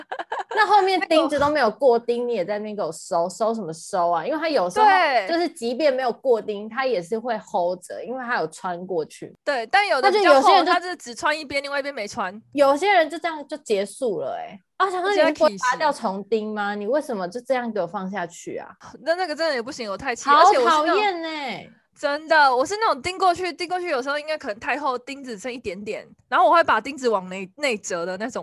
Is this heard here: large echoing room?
no